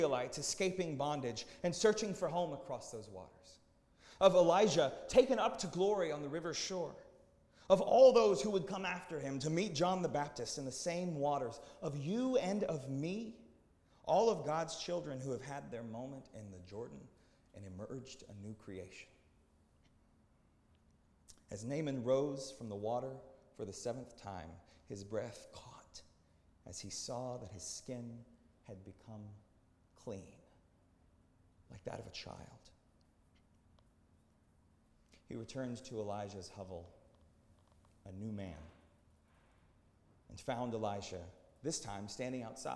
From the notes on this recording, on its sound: at Northminster Church on July 7, 2019